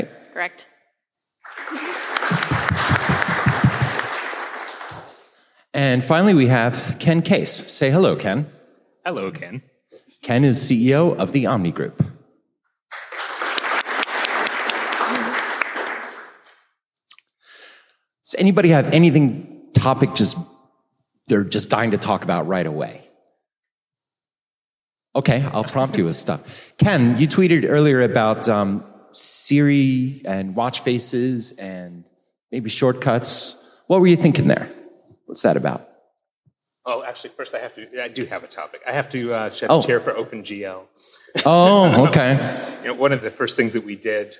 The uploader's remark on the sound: This week, a full panel of guests joins us live at the NextDoor developer conference.